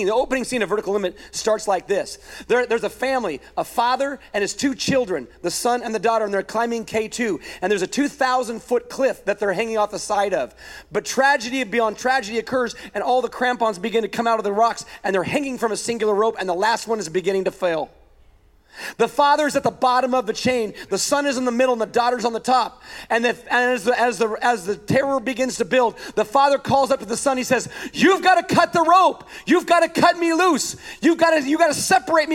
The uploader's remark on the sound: A weekend message at Higher Vision Church